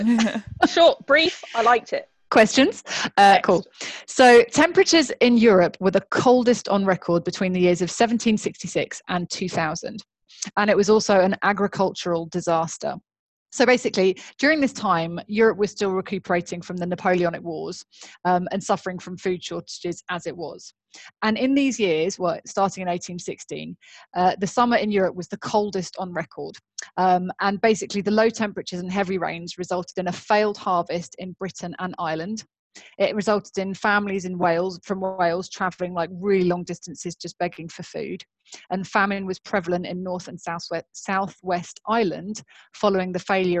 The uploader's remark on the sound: This episode was recorded via Zoom cus we were still in lockdown